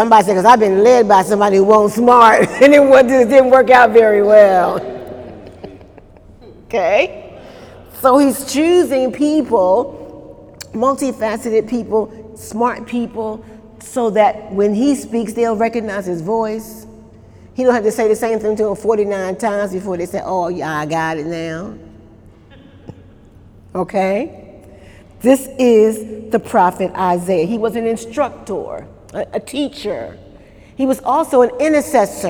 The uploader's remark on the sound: During Wednesday night service on October 1, 2018